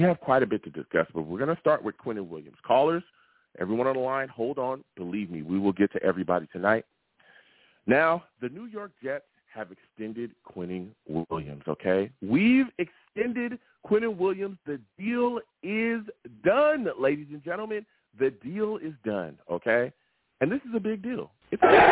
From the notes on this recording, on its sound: I take live callers!